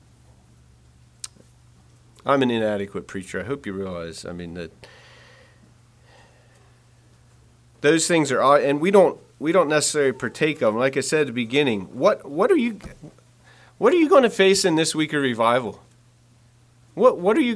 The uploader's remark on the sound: Message preached at Word Of Hope